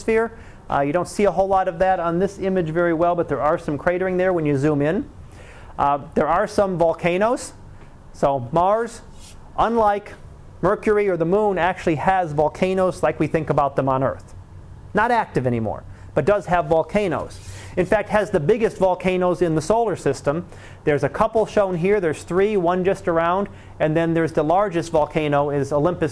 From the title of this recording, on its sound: Live Class Lecture